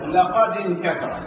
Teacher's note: هذه الألف يسميها العلماء ألف وصل ألف وصل أو خمسة وصل. هذه الألف الوصلية سموها الوصل ليه؟ لأنها إذا اتصلت الكلمة لما قبلها تسقط في النطق